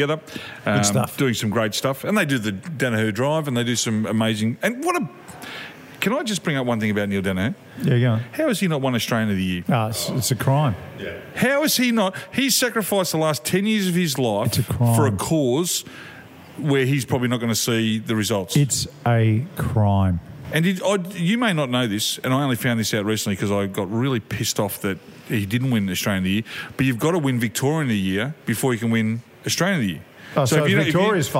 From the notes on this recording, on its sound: This week we're live at Bells Hotel in South Melbourne